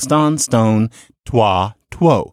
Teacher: when you have that long o sound in earlier English, then later on it became oo